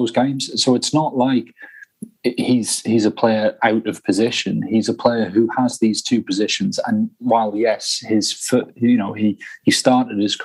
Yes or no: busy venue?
no